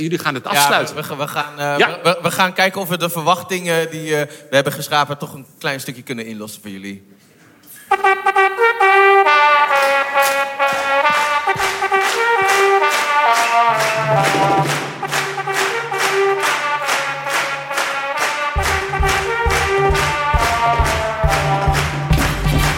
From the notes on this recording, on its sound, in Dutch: Opgenomen op 6 september 2021 in poptempel Paradiso tijdens 'The Science of Music' van de Universiteit van Nederland.